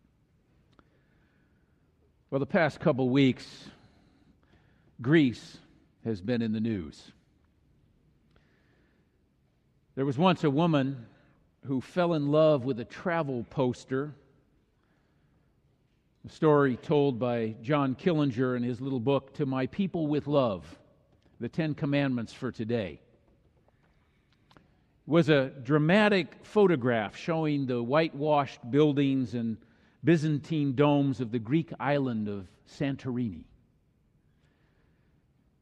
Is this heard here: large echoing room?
yes